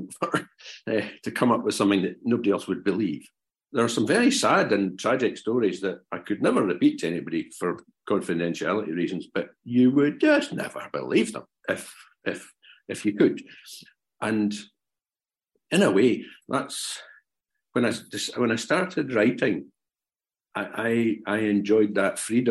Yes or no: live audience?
no